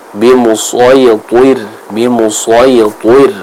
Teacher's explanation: huruf ro yang ada di akhir ayat ke 21 dan juga 22 itu sama-sama dibaca dengan tipis